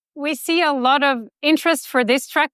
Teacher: Das klingt hochtoniger, ist es auch. Wir haben jetzt 240 Hertz im Schnitt, also das sind stolze 70 Hertz Unterschied.